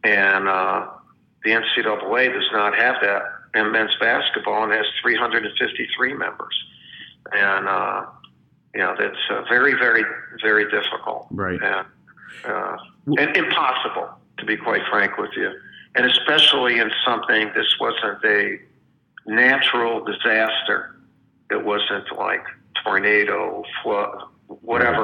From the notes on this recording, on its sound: spoke over the phone